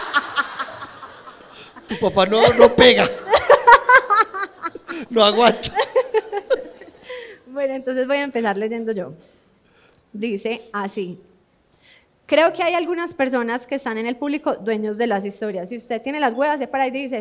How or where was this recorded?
live audience